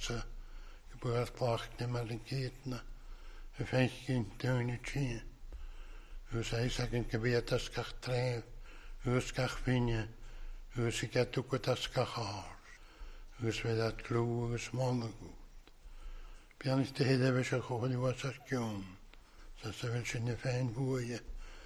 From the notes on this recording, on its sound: recorded at North Harris Free Church, on the evening of Sunday 21st August 2022.